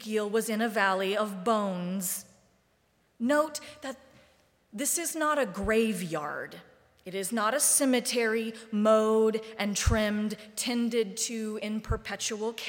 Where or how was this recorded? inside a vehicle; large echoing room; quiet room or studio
large echoing room